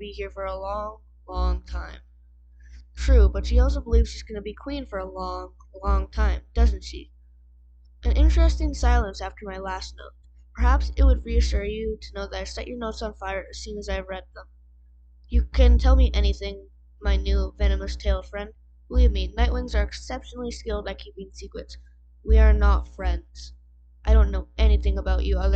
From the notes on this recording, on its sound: sorry about the mic